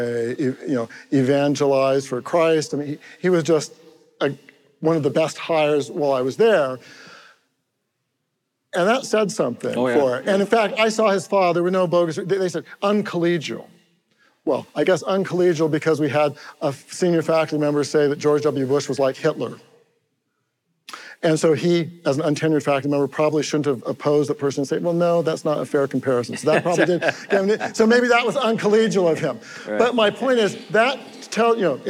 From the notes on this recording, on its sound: the Pugcast is live at Evangelical Reformed Church in Tacoma, Washington